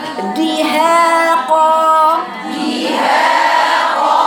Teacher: وطتي صوتك على الدال، ضعيفة جدا الدال عندك، الدال ده شديدة